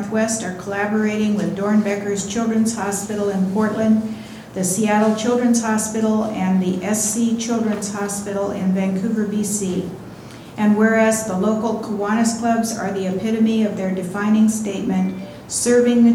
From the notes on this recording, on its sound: Live recording of Astoria City Council Meeting